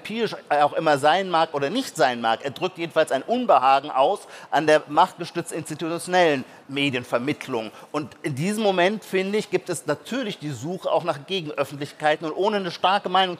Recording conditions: live audience